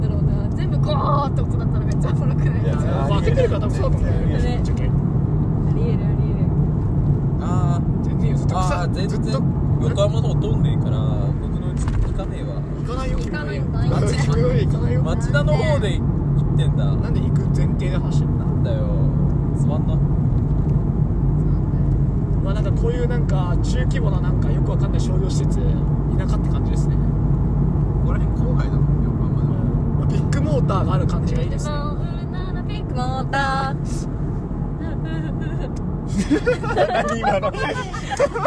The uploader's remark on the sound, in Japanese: 立ち上げメンバードライブラジオ③ 〜江ノ島到着編〜。収録中は常時マスクを着用しております。車に乗るやいなや録音を始めた。途中で我慢できなくなって車内で音楽が響き始めたのはここだけの話。